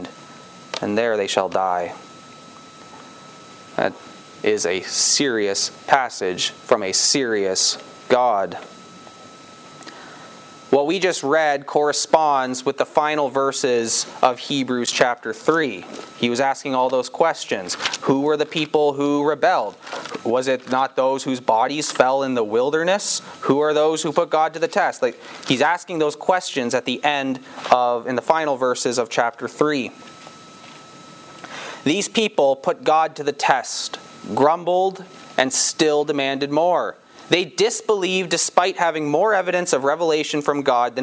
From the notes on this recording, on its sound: This sermon was preached on September 4, 2022, at Campbell Baptist Church, Windsor, ON.